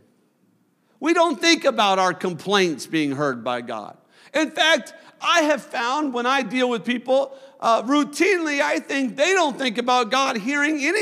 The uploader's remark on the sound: a service recording from Connect Point UPC